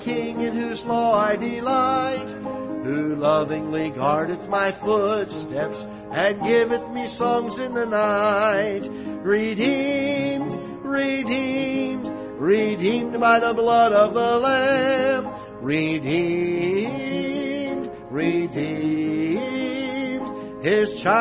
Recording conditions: large echoing room